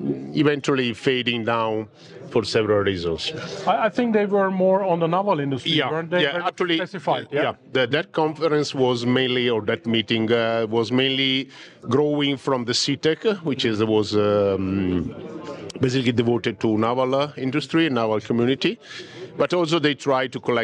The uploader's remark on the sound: 9T Labs Innovation Day Interview